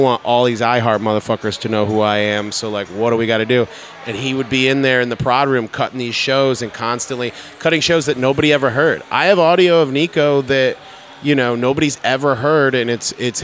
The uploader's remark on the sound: Live at Wicked Wolf Philadelphia